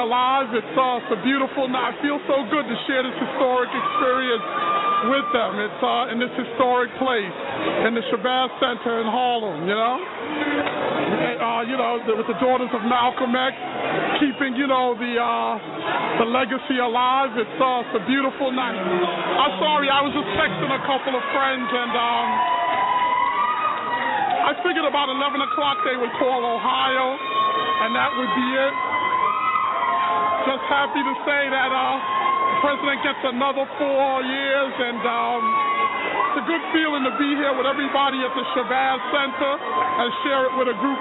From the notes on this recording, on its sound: Election Night Watch Party-Live From one of Harlem's most historic sites, The Malcolm X and Dr. Betty Shabazz Memorial Educational Center!